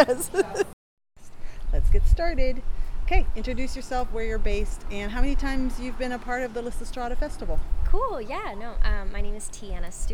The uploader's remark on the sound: Producer Minisode Compilation from 2023 Lysistrata Comedy Festival. I apologize for the wind noise that happens in some of the recordings. Every attempt was made to eliminate it as much as possible.